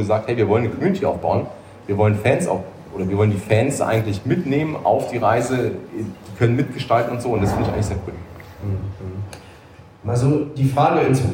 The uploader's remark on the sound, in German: Live Event aus Stuttgart